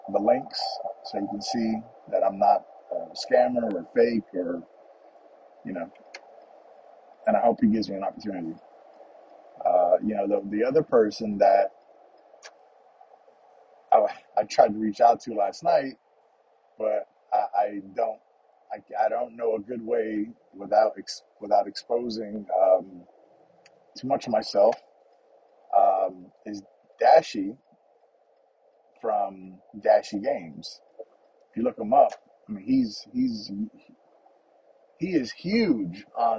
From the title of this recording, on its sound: Just the morning’s drive to work and thoughts